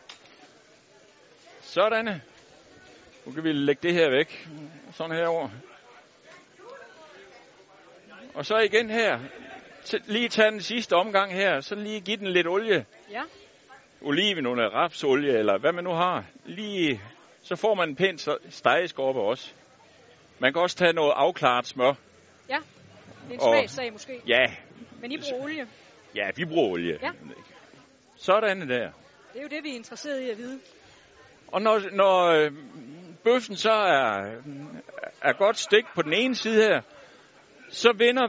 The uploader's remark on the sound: Live hjemme fra den legendariske Burger Madsen